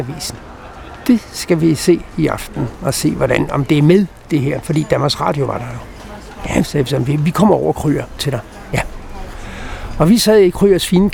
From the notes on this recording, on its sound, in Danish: Optaget på Nimb Bar, Tivoli, København.